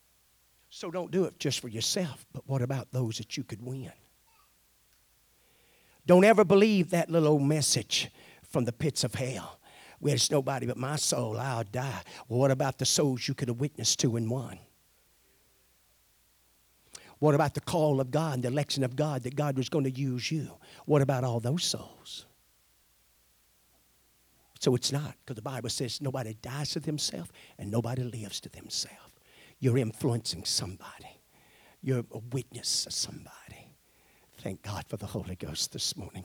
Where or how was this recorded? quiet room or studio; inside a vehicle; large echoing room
large echoing room